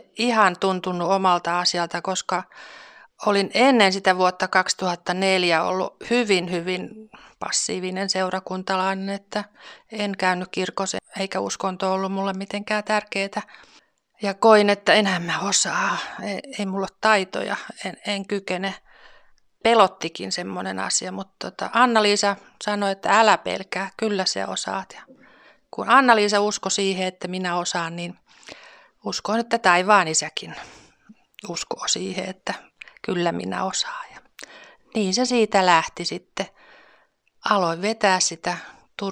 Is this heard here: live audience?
no